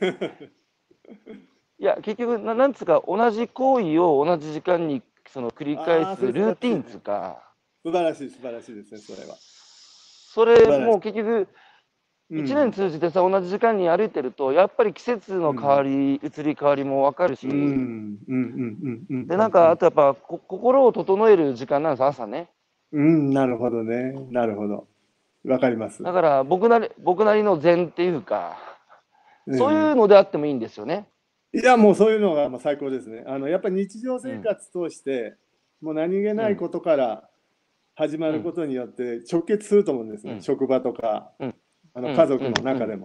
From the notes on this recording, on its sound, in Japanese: 歩きながら1時間、対談する。